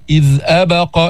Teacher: ليست مقلقلة، لماذا؟ لأنها مفتوحة وليست ساكنة، هي متحركة وليست ساكنة.